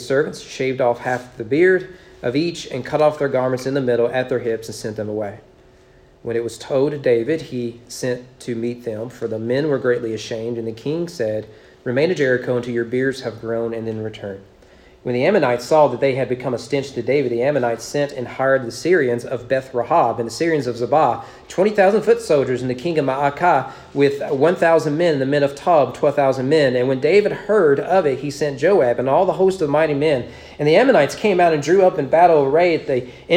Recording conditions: large echoing room